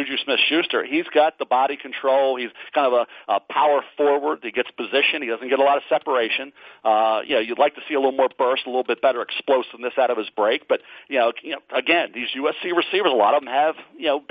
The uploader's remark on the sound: NFL Draft Conference Call